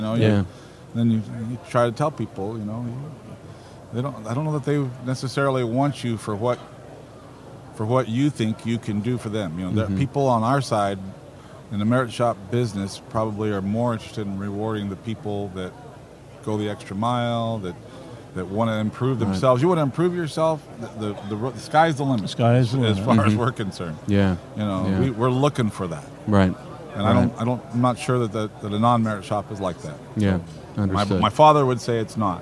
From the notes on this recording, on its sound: IEC Convention & Expo 2018 Special. This interview was recorded like from the Expo floor live!